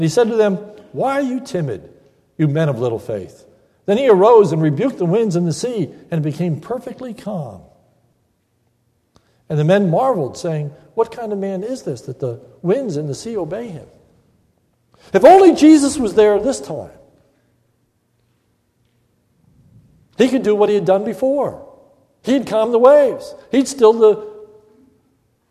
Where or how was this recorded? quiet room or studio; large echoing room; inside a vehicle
large echoing room